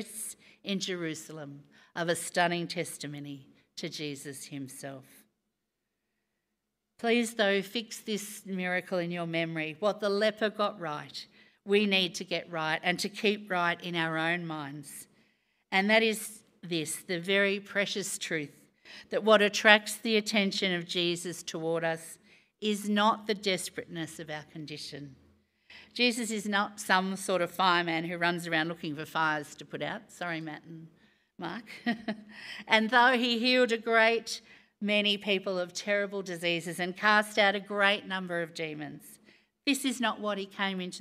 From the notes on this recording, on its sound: Recorded live on Sunday, 5th June.